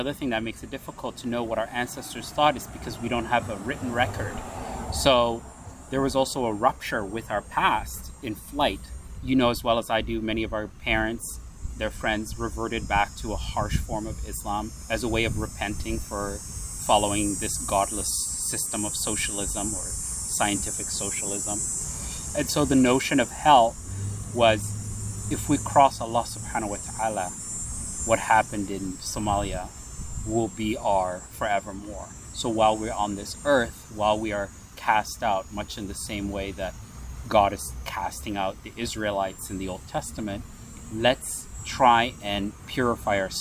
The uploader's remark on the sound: was recorded outdoors during the summer, so there will be street and cicada noises throughout